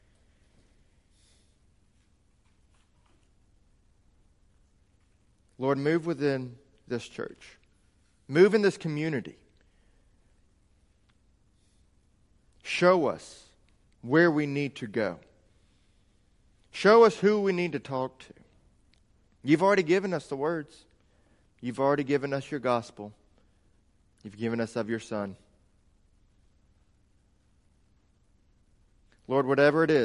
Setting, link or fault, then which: setting, large echoing room